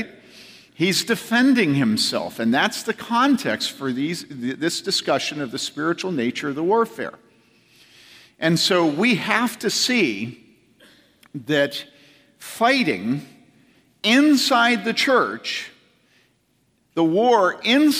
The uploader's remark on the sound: From the 2014 Clearnote Summer Conference.